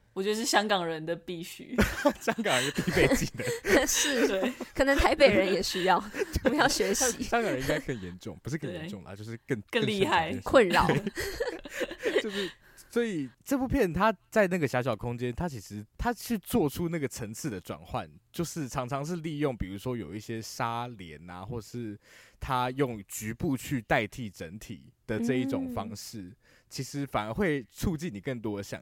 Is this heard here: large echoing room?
no